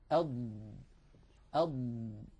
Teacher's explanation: الهواء خلفها فبهذا الانحباس يحدث هنا ضغط تحت تأثير هذا الضغط يندفع اللسان إلى الأمام قليلا مليمترات بسيطة يندفع اللسان إلى أن يصل منتهى رأسه منتهى رأس اللسان إلى منطقة التقاء اللحم بالأسنان أض أض فقط ولا يزيد لأننا لو زدنا واستمر اللسان في